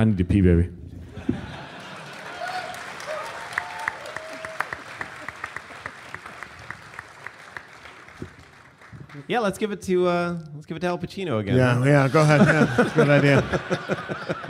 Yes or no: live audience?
yes